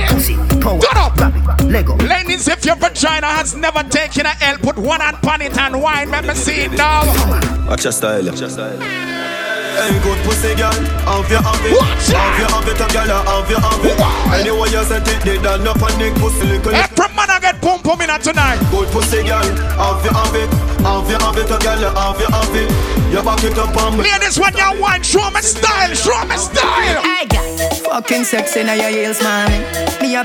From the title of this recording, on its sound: Pon Di Endz Miami 4/20/19 (LIVE AUDIO)